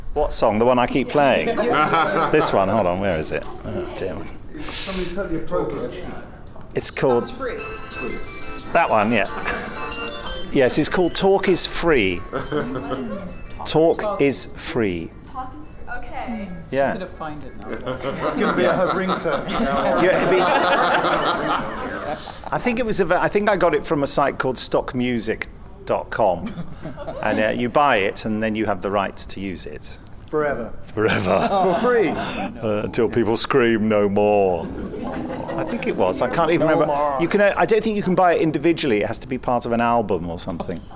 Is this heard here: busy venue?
yes